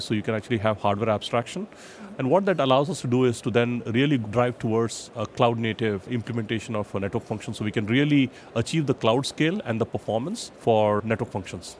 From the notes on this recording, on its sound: In this archive of a livecast from Mobile World Congress in Barcelona, Spain.